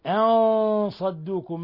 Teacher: نون ساكنة جاء بعدها الصاد إخفاء حقيقي